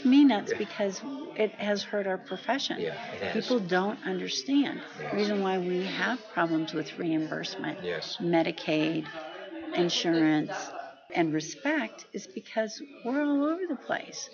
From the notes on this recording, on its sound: at the 45th Annual TAAP Conference in September 2019